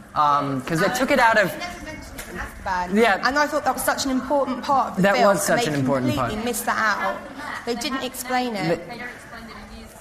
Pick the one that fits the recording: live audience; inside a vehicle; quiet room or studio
live audience